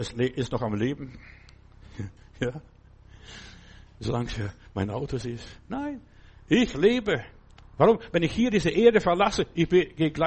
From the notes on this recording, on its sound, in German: im Gemeinde-Zentrum in Berlin aufgenommen